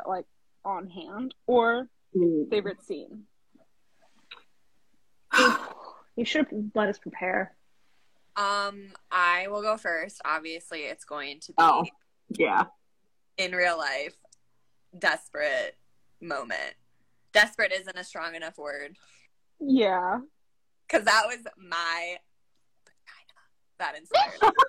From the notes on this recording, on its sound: This episode is an unedited, unfiltered recording of that live.